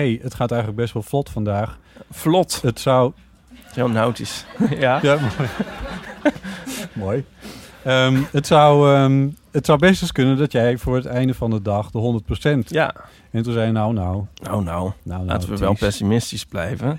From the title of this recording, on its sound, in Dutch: LIVE vanaf het Podcastfestival in de Tolhuistuin in Amsterdam